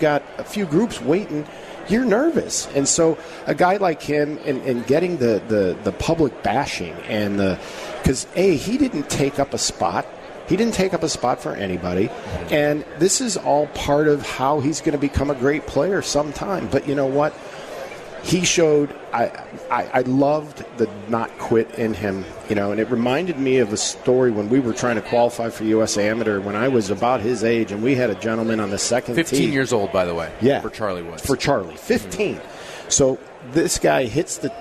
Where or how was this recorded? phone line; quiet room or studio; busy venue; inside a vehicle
busy venue